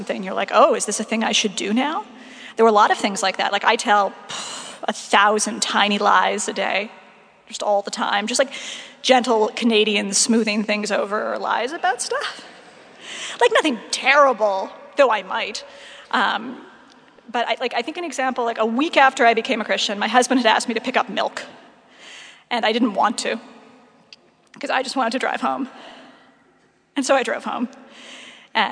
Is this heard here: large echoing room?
yes